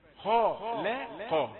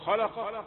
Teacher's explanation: انتبه للحرف المرقق بين مفخمين خشية أن تظلمه وتفخمه كجاريه. تقول خلق خاء لا خاء، لا مرققة، والخاء والقاف من الحروف المفخمة، وعندما تتأنى تحسن القراءة، تستطيع أن تضبط لكل حرف حقه.